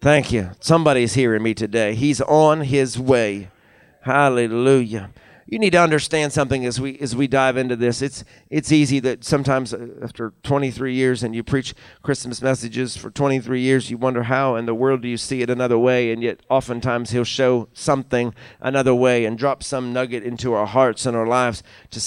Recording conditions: large echoing room